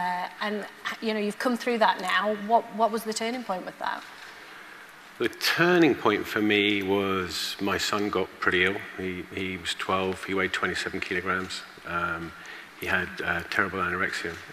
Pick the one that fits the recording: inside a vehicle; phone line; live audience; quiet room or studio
live audience